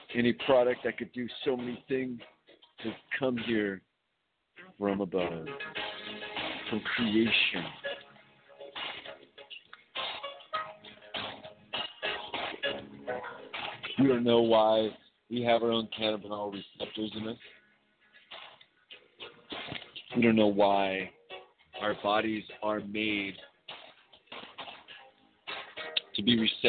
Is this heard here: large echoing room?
no